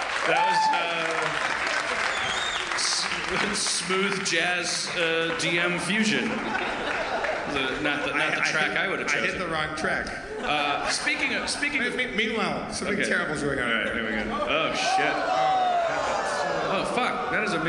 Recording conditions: live audience